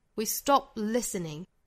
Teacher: 双唇紧闭，但是不爆破，相当于只是 p 没有发完全，后面的 t 直接省掉，但是时间上延迟一下。